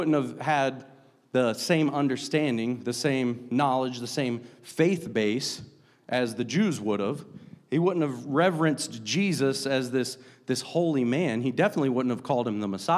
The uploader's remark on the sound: a service recording from Connect Point UPC